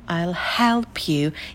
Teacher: Ударное слово это help. I'll и you мы произносим тихо, сильно не акцентируем на этих словах внимание.